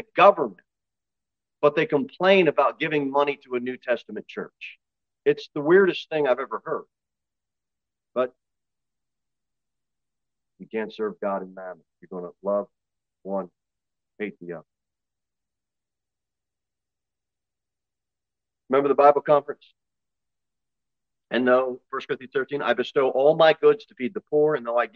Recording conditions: large echoing room